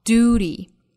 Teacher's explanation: duty 在美音中一般不加这个 y 的发音